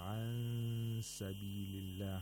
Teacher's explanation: We approximate the place of articulation of seen, and at the same time make a nasal sound for 2 vowel counts. · Term: ikhfa of nun sakina